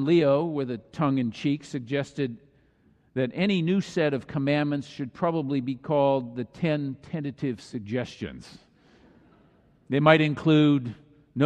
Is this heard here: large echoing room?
yes